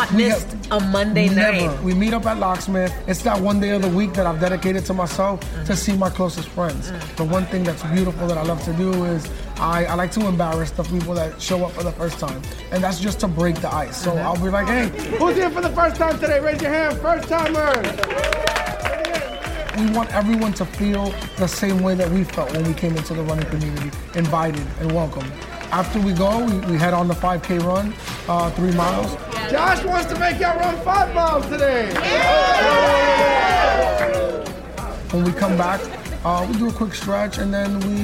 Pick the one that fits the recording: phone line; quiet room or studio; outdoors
outdoors